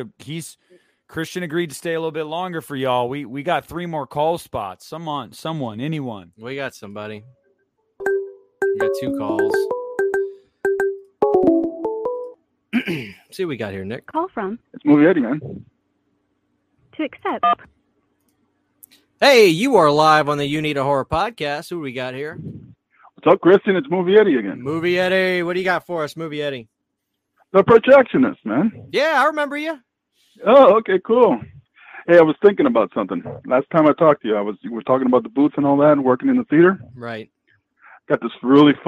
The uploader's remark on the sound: viewer call ins